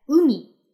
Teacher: Also beim ersten ist quasi der Anfang betont. · Term: Tonhöhenverlauf